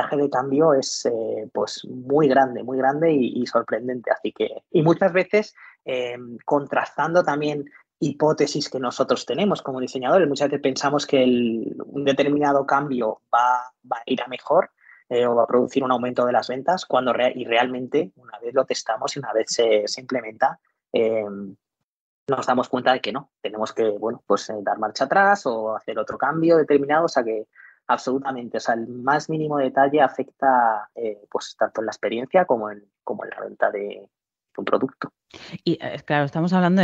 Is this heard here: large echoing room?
no